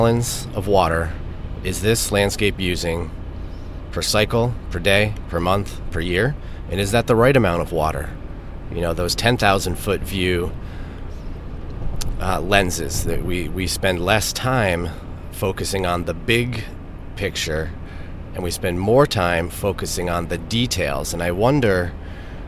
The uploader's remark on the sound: I'm actually at the moment driving back from Grand Rapids, Michigan.